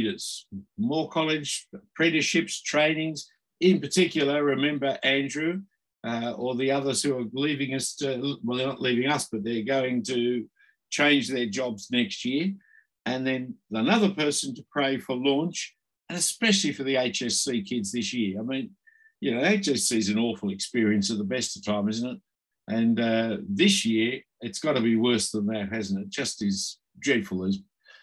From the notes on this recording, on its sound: this term was online via Zoom